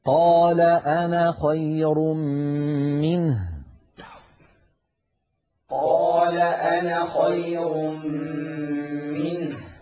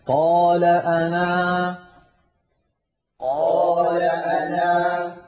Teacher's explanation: حذفنا الألف وصلا وأثبتناها وقفا · Term: الألفات السبعة